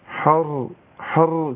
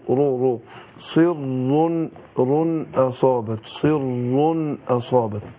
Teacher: يبقى أنا الراء باينة اهي بدون تكرير ومفخمة · Shown in: second take